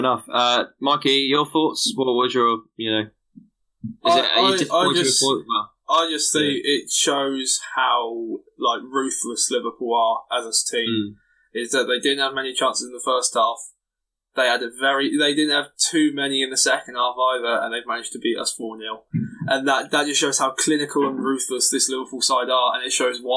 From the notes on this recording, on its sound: The audio seems a bit off this episode however should be fixed for the next one.